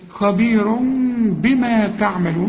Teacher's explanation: هنا رسم لي ضمة وجنبها ميم، أصلها خبير، لكن كل تنوين زي ده بيجي بعده به بيحصل للتنوين إقلاب، فبيقول لي لو سمحت اقلب التنوين خبير إلى ميم واخفيها وغنها